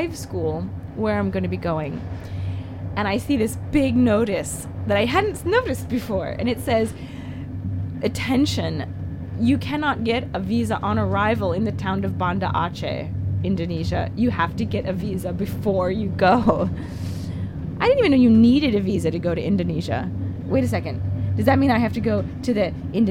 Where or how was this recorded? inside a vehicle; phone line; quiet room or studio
inside a vehicle